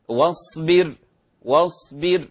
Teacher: كذلك واصبر، قولي تعالى واصبر، لا تبدل الصاد زايا فتصبح صاد زايا، واصبر أو قريبة يعني بين الصاد وبين الزاي، وهذا غير صحيح، هذه صاد وفيها صفير من صفاتها